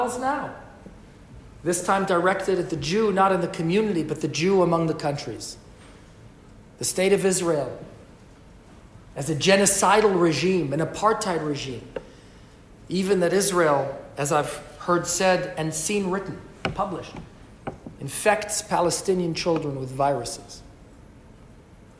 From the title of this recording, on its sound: LIVE from Westminster addressing Parliament